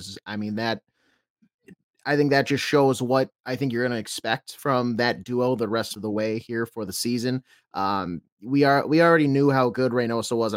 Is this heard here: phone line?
no